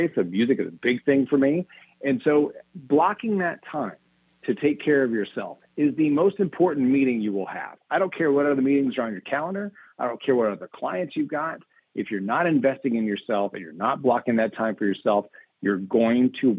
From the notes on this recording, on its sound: we take your calls in open phones across America